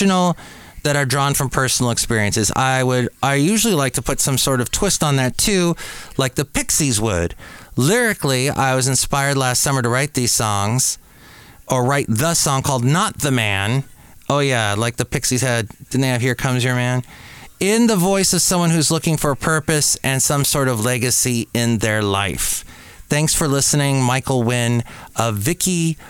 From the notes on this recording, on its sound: podcasts live from Café Anyway